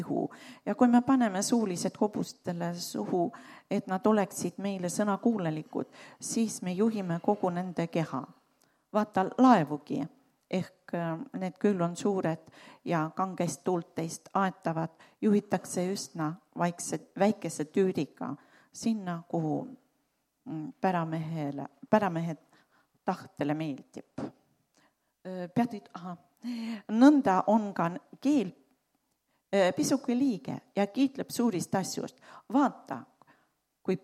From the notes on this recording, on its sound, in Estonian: Audio salvestus koosolekult